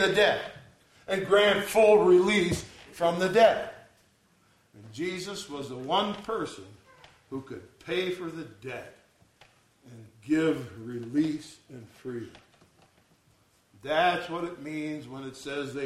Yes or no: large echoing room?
yes